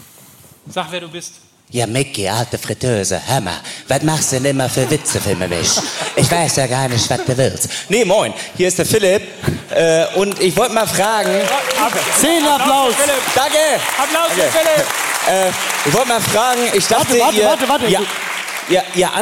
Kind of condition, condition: setting, live audience